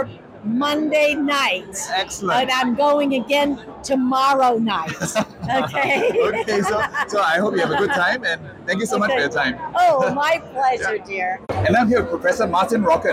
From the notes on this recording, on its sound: Caught up with some of the delegates and dermatologists at The President's Dinner. Day 3 at the 25th WCD in Singapore.